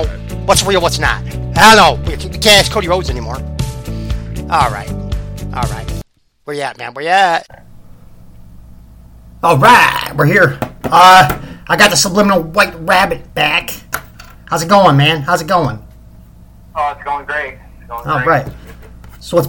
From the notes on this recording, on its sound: The Audio will get fixed hopefully soon